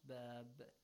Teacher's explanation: You echo the sound of the letter ba at the end. Because you stop there, so متحرك ba changes to a ساكن ba.